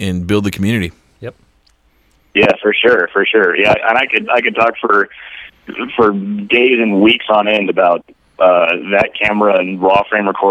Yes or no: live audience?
no